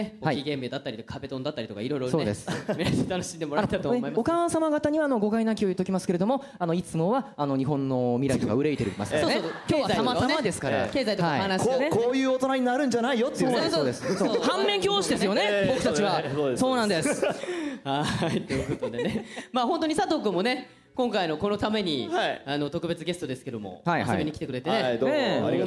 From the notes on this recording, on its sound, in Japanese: 下北沢タウンホールで行われた。100回記念の公開録音の模様をお届けします！